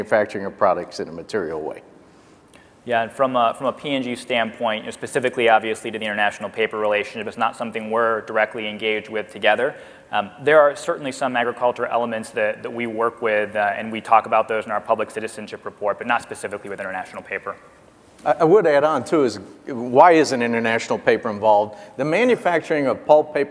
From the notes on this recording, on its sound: The best of live interviews from GreenBiz events.